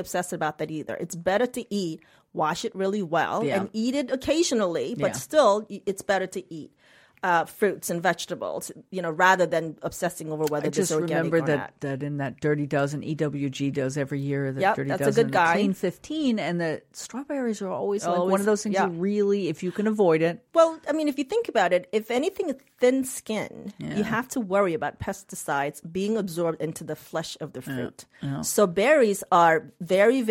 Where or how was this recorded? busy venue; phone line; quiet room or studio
quiet room or studio